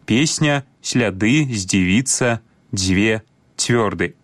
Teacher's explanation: пры карэктным беларускім вымаўленні свісцячыя зычныя прыкметна памякчаюцца перад наступнымі мяккімі гукамі · Term: мяккасць свісцячых зычных